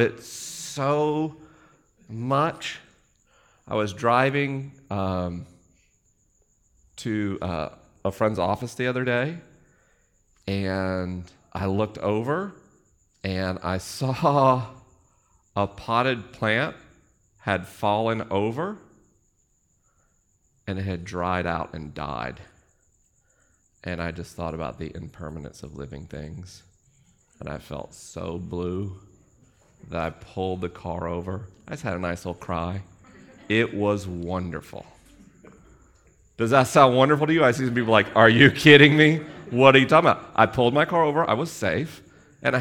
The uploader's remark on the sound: This episode was recorded live in Los Angeles. The questions were unscreened and the answers unrehearsed.